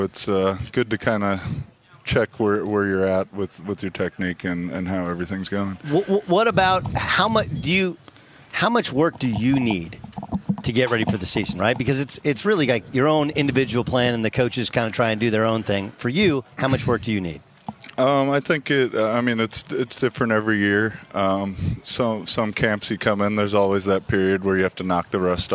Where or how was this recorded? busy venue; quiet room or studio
busy venue